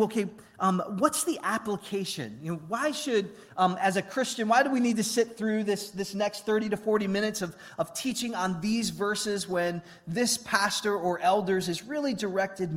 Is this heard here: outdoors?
no